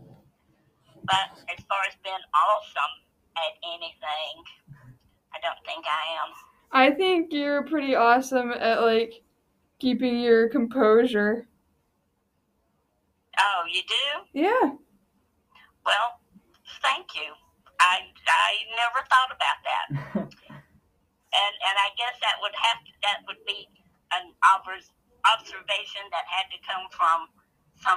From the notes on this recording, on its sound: We had a nice phone interview.